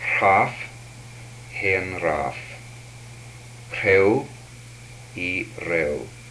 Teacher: These are aspirated and unaspirated central approximants.